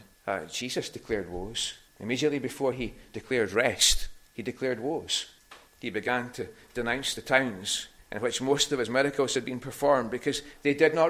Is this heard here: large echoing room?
yes